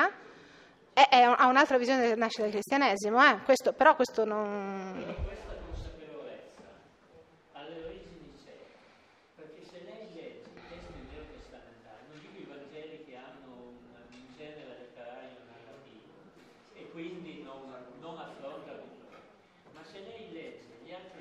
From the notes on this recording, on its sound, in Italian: REGISTRAZIONE DAL VIVO (2010). Episodio d'archivio, registrazione del vivo.